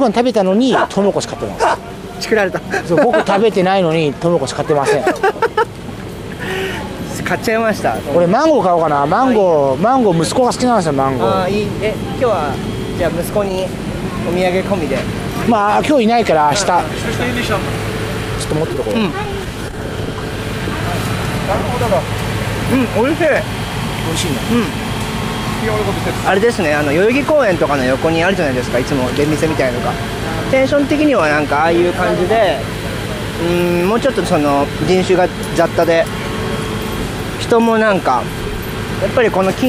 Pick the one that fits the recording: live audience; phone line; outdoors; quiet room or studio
outdoors